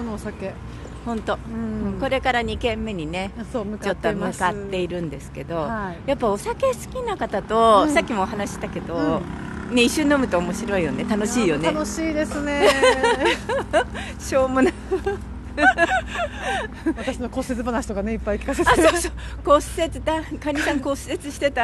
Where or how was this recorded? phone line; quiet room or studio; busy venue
busy venue